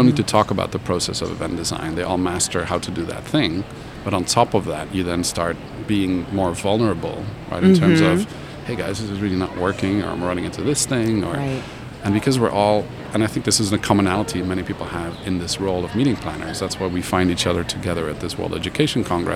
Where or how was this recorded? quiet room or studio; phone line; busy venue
busy venue